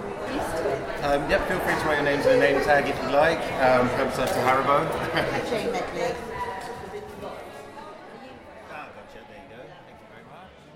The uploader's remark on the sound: Live from IWITOT 2022